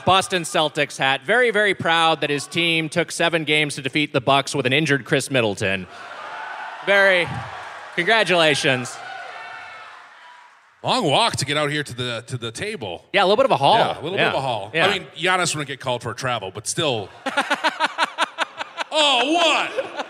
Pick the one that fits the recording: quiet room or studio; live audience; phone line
live audience